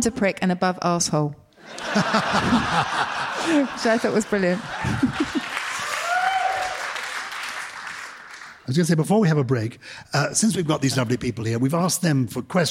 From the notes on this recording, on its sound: For the second of our live shows in front of a wonderful audience of Purple People. We take lots of questions from the lovely listeners in the room.